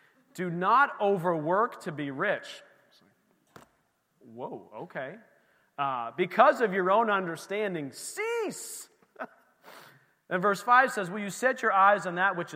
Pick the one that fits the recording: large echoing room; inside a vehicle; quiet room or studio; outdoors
large echoing room